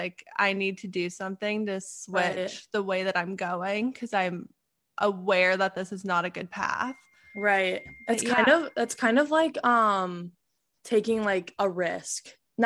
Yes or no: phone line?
no